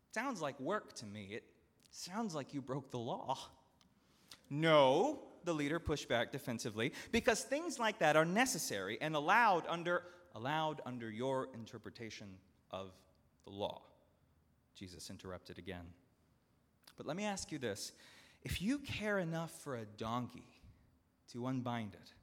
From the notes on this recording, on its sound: at Northminster Church on August 25, 2019